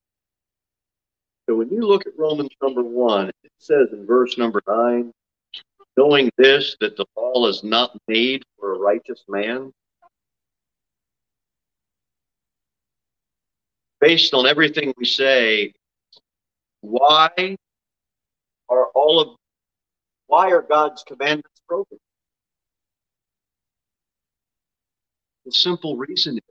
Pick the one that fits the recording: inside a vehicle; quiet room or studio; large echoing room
large echoing room